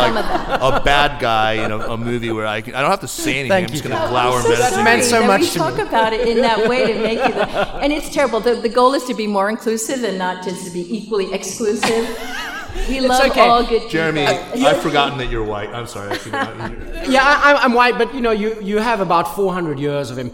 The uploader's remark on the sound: Live at our SupChina Women’s Conference on May 14 in New York City. Live at our SupChina Women’s Conference on May 14 in New York City.